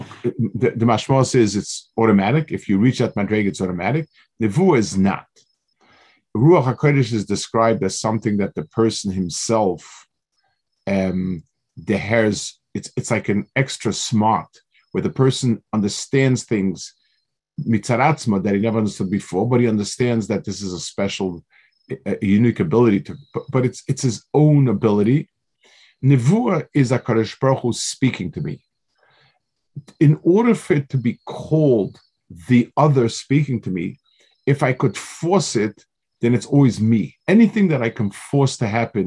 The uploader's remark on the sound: This shiur take place over Zoom on Motzei Shabbos.